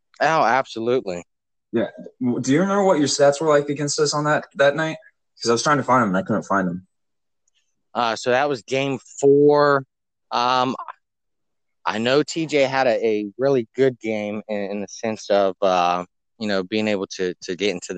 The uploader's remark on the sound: Sorry for the Pauses and technical issues, we'll get that figured out.